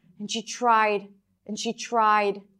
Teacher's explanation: So tried is longer than and she that are reduced.